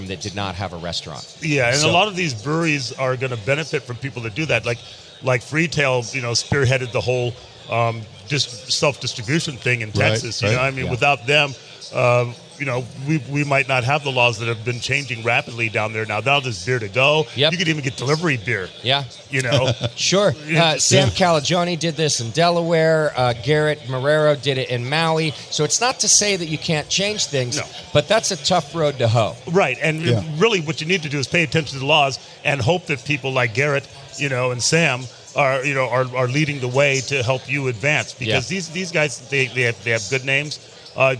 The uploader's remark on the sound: Live from HomebrewCon 2019. Live from HomebrewCon 2019.